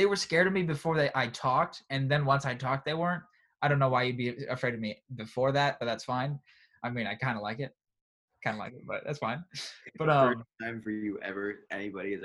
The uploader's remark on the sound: First college zoom podcast!